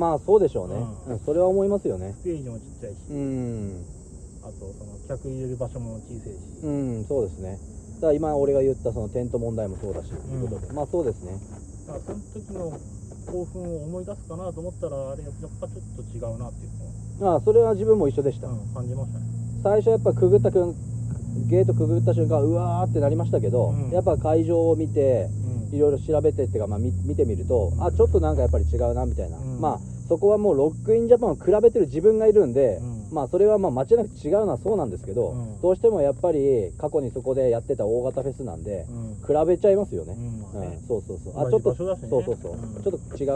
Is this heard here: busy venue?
no